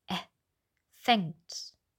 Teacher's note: Viel auffälliger als das lange Ä war das kurze Ä. Hier wird oft ein langes E gesagt, aber das geht nicht.